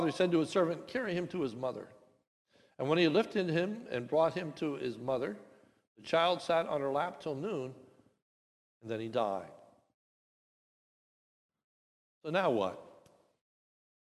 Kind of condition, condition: setting, large echoing room